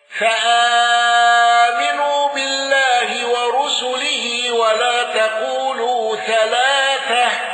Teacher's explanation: الأزرق بالإشباع وقصر البدل واندرج معه النقاش